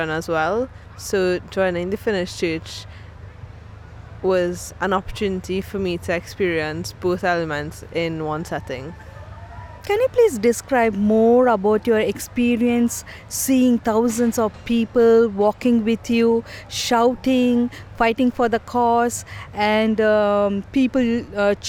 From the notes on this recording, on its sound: In this episode we’re on location at two different conferences: the Anglican-Lutheran Society in Norway and the bishops meeting in Canterbury. We then fall in step with Lutherans marching at this year’s celebration of Pride in London.